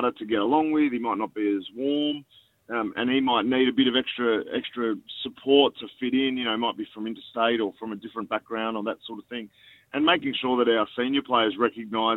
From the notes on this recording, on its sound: called in to talk